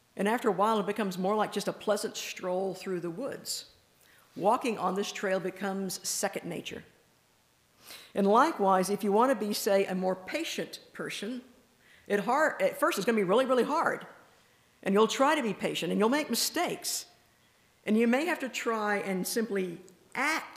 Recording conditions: large echoing room